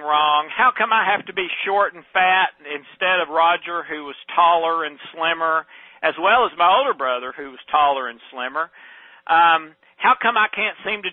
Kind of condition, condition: link, phone line